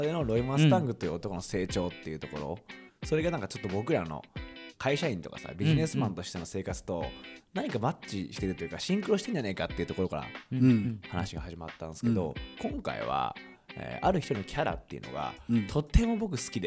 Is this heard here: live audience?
no